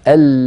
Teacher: فاللام فيها جريان للصوت ضئيل، أل لا ينقطع الصوت عندها.